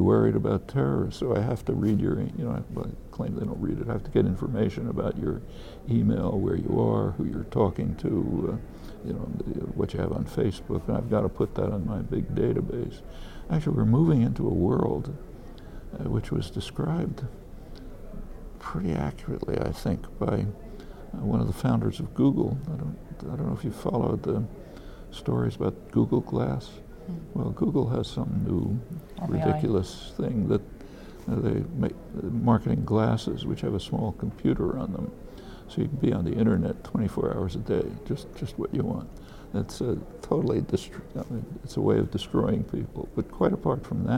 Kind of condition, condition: setting, busy venue